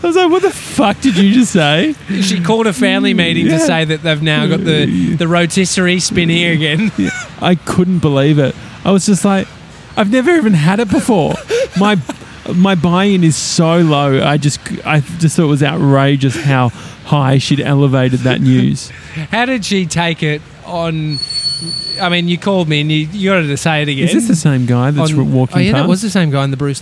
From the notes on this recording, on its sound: live from outside Piccolina Gelateria on Smith Street in Collingwood.